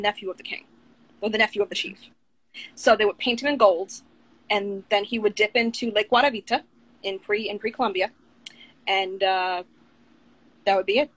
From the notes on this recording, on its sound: a series of Instagram Live interviews